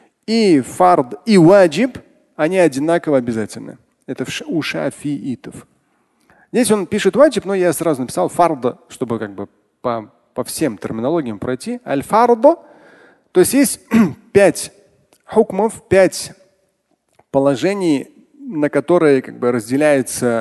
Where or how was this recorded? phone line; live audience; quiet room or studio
live audience